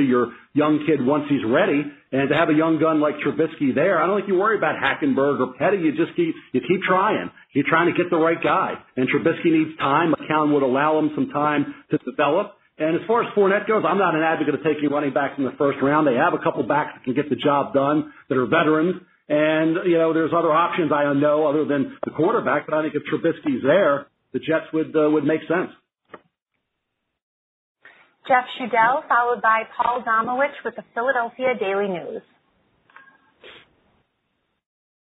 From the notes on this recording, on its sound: NFL Draft Conference Call. In a conference call.